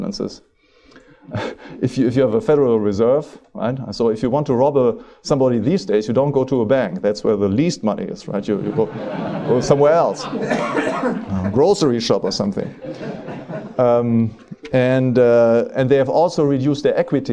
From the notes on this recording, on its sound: Recorded at the annual Austrian Scholars Conference, Ludwig von Mises Institute, 12 March 2009.